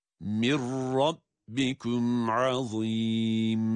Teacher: cezimli nun kendisinden sonra gelen ra harfine idgam edilerek, katılarak okunuyor. Ra şeddeliymiş gibi.